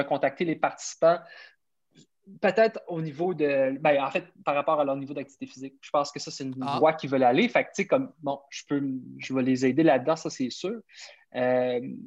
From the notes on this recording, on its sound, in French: Un papa Brayon qui habite dans la belle province nous jase sur Zoom.